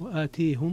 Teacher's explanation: وفيها عند الكسائي وحمزة الإمالة